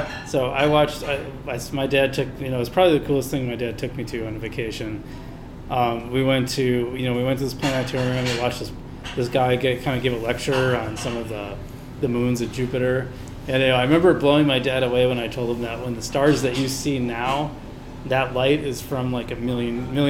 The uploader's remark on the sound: Live at Daly's